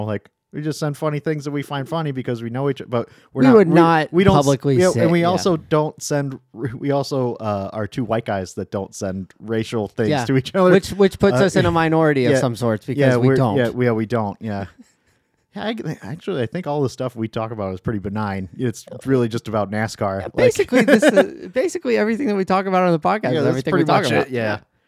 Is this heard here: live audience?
no